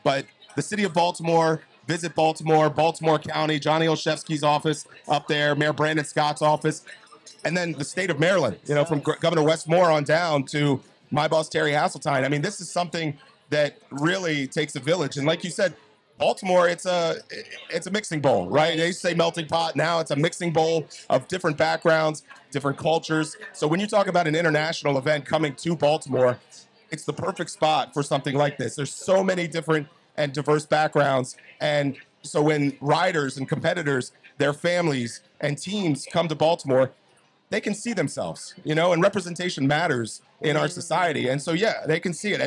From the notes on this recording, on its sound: Live on location at the Maryland Cycling Classic this year. We had an amazing time interviewing stakeholders, cycling enthusiasts, Olympians, fans and families.